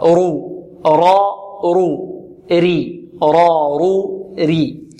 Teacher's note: الراء المضمومة المفتوحة مفخمة، والمكسورة مرققة